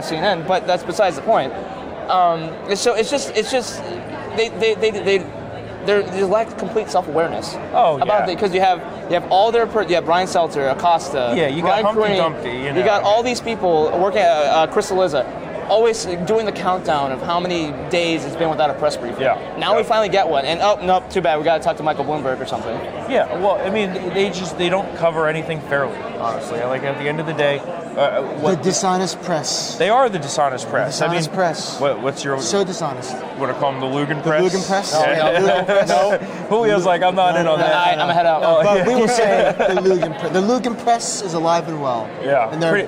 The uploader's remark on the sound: Live From CPAC.